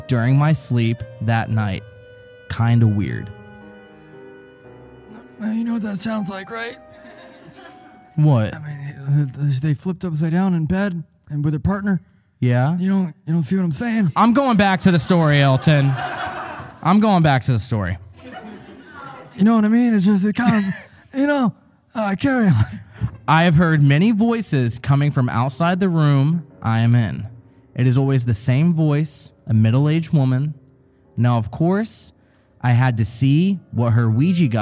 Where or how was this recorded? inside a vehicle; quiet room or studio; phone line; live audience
live audience